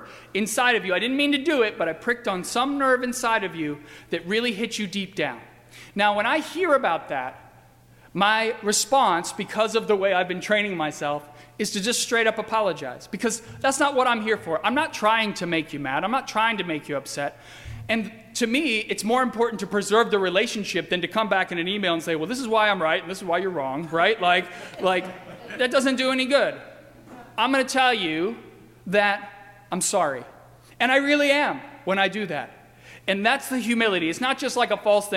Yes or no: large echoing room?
yes